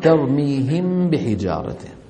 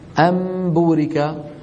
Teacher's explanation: إخفاء الميم المقلوبة، فيتساوى في النطق أم بورك مع ترميهم بحجارته. أم بورك، نون ساكنة قلبت إلى ميم ثم أخفيت الميم عند الباء، يتساوى هذا النطق مع مثال ترميهم بحجارته.